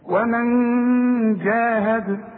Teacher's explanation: اخفي اخفي وغن، ما تستعملش لسانك · Term: الاخفاء